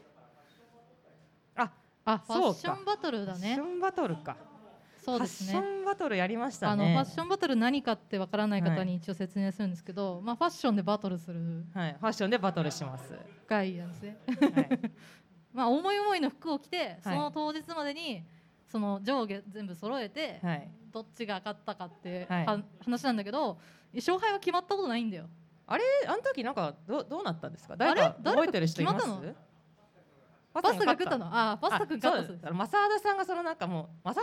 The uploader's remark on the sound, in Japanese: 公開収録を行いました